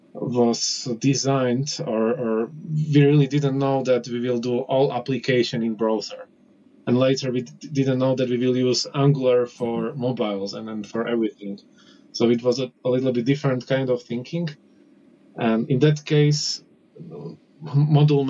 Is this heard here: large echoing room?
no